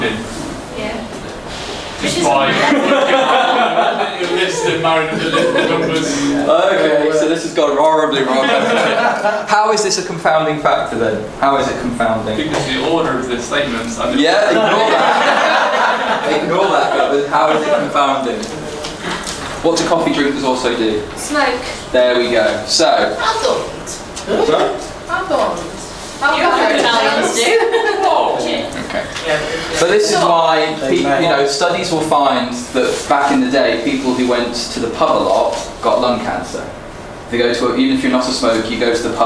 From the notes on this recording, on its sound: This is the live recording of the eleventh #UnblindingResearch session